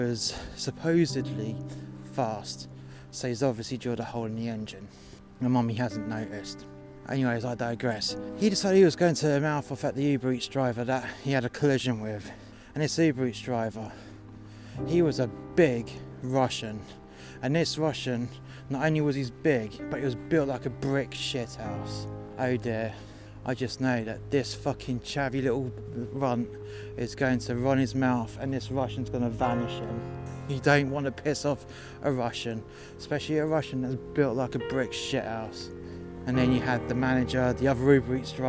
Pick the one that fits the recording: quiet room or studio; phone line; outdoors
outdoors